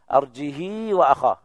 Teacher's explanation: بدون همز وإشباع الهاء مع صلتها، كسر الهاء مع الصلة